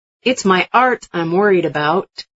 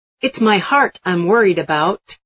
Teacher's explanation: Some students leave out the sound h when it appears at the beginning of a word. · Shown in: second take